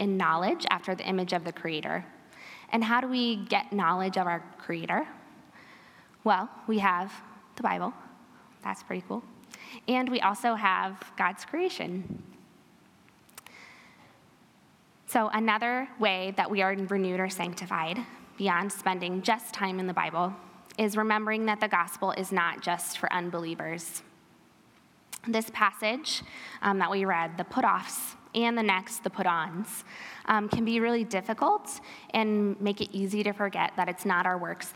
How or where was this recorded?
live audience